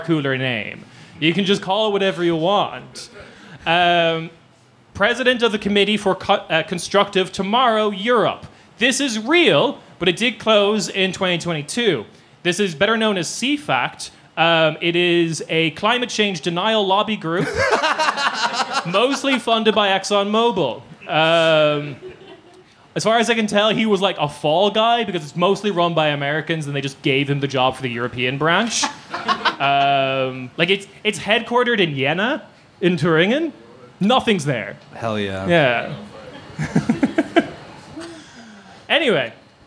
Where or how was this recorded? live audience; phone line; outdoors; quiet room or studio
live audience